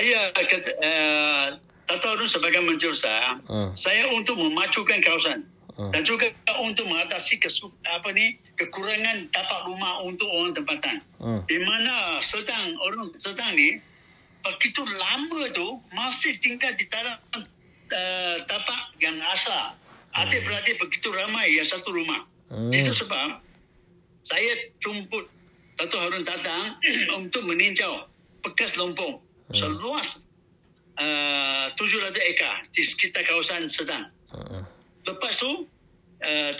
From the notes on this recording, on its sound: Telephone conversation on the 7th of April 2023